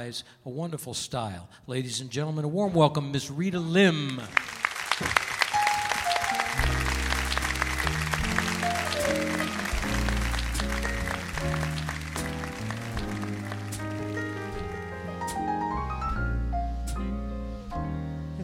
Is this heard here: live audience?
yes